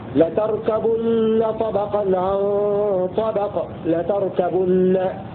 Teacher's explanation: قرأ أبو عمرو ونافع وابن عامر وعاصم بضم الباء فيه لتركبن طبقا عن طبق، لتركبن بضم الباء على خطاب الجمع لأن ضم الباء يدل على واو الجماعة المحذوفة.